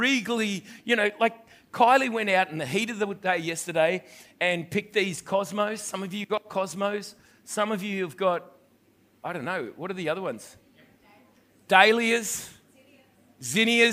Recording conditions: large echoing room